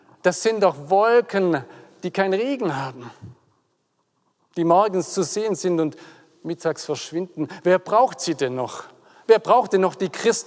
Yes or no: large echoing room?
yes